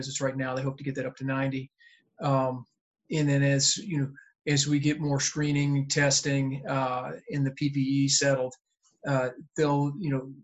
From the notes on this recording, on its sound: COVID-19 Virtual Town Hall meeting - Healthcare.